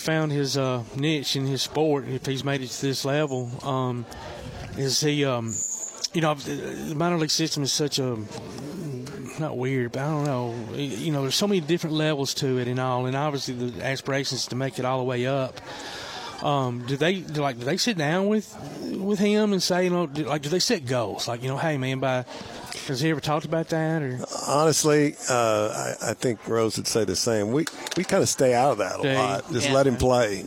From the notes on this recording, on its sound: Live at the Rocket City Trash Pandas store